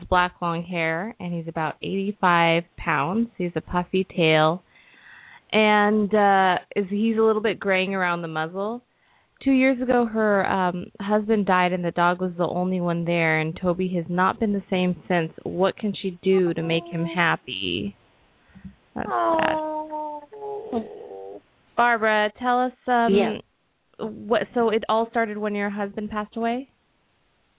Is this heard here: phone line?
yes